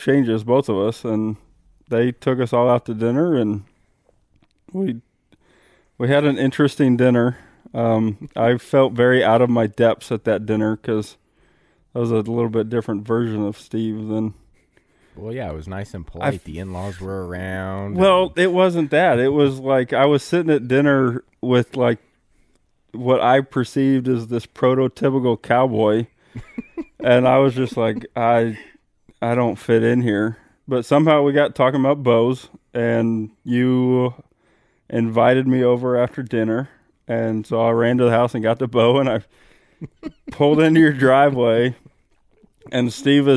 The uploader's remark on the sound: Live from Virginia at Turkey Camp 2021!